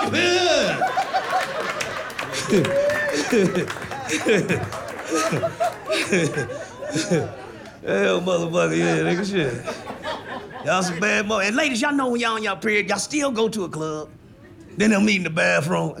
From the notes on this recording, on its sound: takes the TV viewing audience inside The Sayers Club at the historic & iconic Sahara Hotel and Casino in Las Vegas